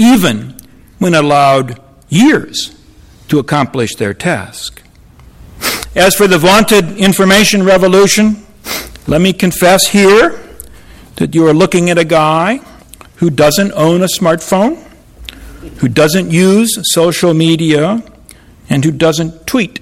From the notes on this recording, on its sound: Audio recording of a lecture delivered on Apr.